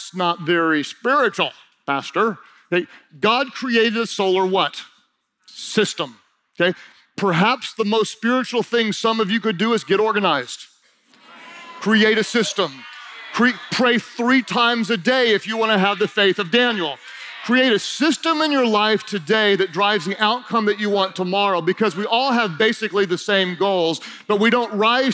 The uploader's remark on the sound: During Session 2 of Team Conference 2019